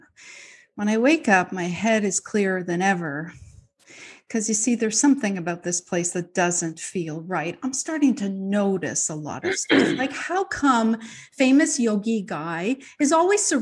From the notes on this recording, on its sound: Our two feature truelogue stories are from GRIT's live (virtual) event in June 2021.